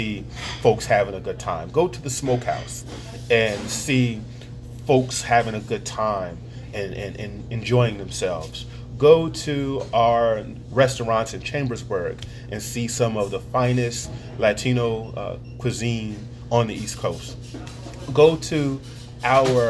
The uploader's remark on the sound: over a meal at Pat's Diner